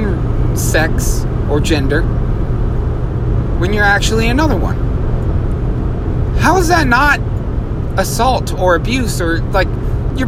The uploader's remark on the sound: This episode was recorded in my truck.